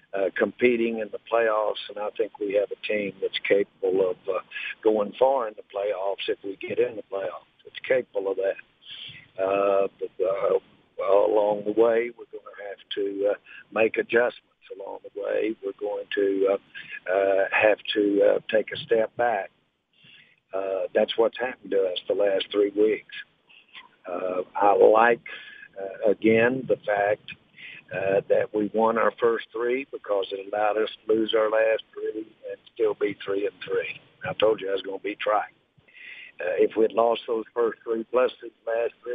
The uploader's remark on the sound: Called in to the Ben and Skin show.